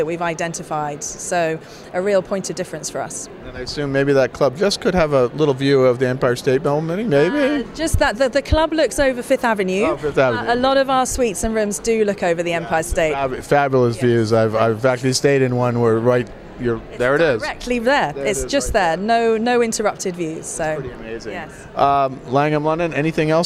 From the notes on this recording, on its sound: at last month’s ILTM Cannes